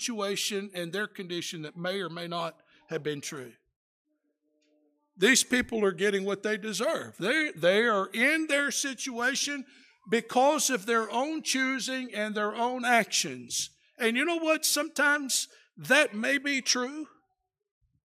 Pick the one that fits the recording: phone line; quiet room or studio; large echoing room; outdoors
large echoing room